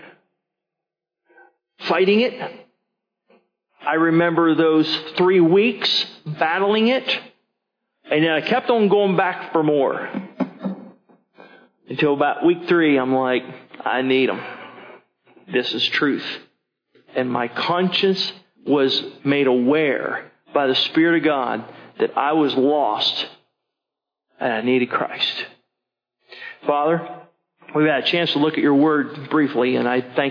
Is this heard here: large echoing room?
yes